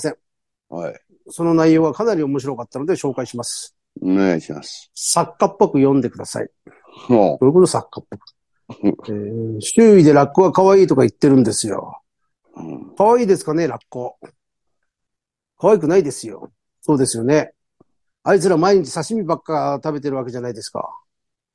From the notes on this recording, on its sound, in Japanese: ZOOMで収録